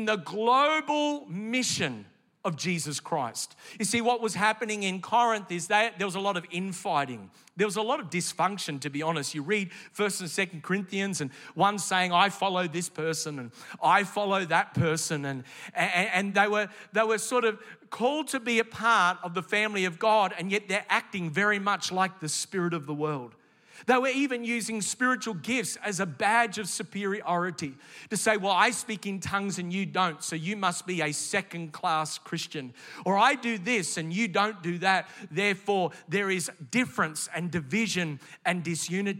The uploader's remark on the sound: This message was originally recorded in the 11:30 AM service at the NEUMA Melbourne City location.